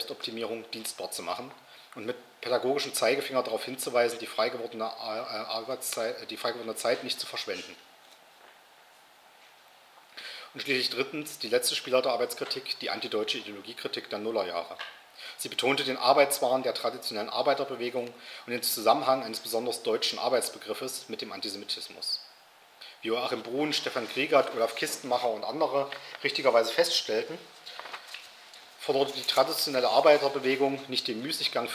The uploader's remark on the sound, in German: Veranstaltet vom Alternativen Vorlesungsverzeichnis der Uni Halle Melanchthonianum Universität Halle, Hörsaal XXVIII.